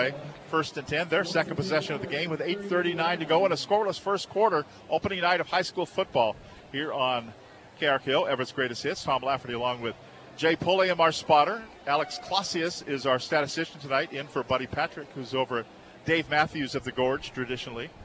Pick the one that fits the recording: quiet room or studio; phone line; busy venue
busy venue